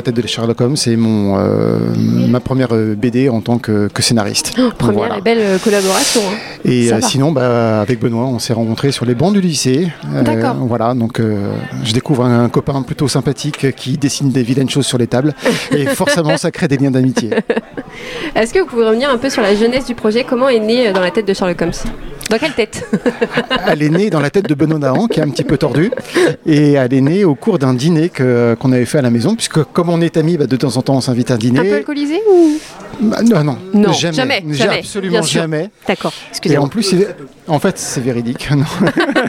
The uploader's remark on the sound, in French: une série d'interviews au festival Quai des Bulles en octobre 2022 à Saint Malo